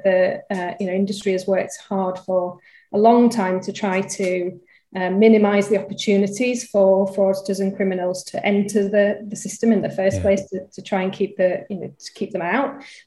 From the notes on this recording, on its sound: Recorded at our '2021 Wrapped' webinar earlier in the week.